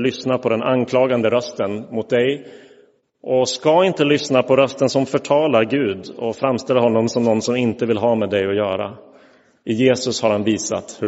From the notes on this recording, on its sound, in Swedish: Inspelad i Roseniuskyrkan den 2 oktober 2022.